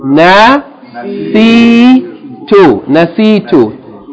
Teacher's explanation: Three syllables, short vowel, long vowel, and then another short vowel.